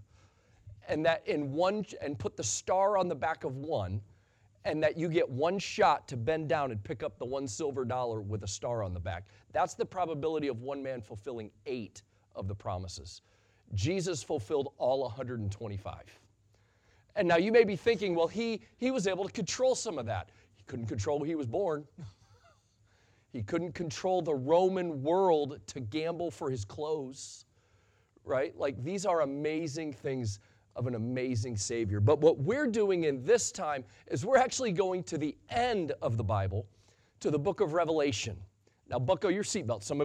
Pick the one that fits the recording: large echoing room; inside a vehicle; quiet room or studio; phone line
large echoing room